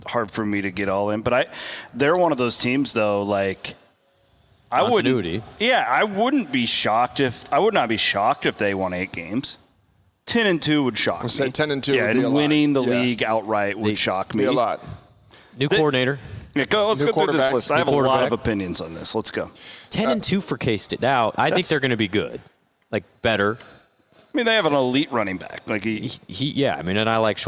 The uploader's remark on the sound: Live from Wild Rose Casino in Jefferson. New podcast episode recorded live.